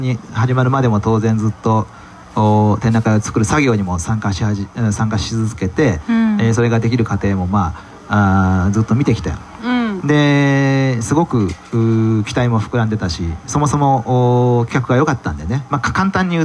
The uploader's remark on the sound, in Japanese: 1周年記念公開収録。京都ファーマーズマーケット会場にて公開収録しました。